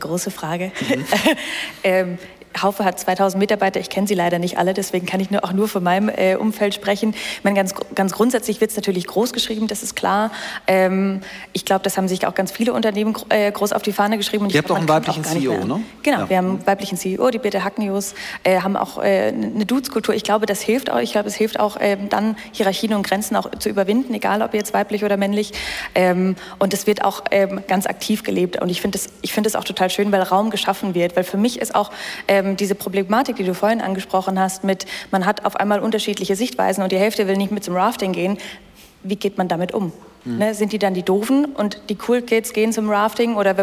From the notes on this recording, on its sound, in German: heute live von der Work Awesome